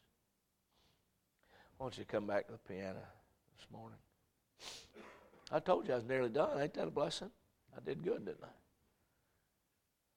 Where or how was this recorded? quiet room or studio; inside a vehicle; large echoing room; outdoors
large echoing room